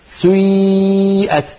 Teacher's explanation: تبدأين بضمة ثم تتبعينها بكسرة بعدها ياء خالصة